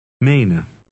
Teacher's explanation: The first E is long, and the EN ending is unstressed.